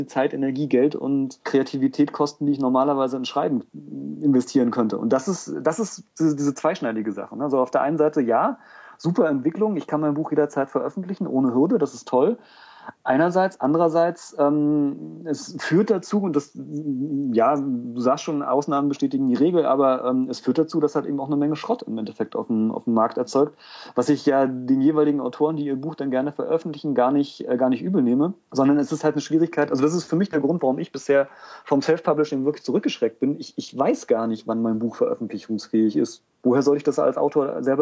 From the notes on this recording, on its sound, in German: Entschuldigt bitte, dass die Tonqualität leider nicht auf dem üblichen Niveau ist, da die Diskussion via Skype geführt und aufgenommen wurde.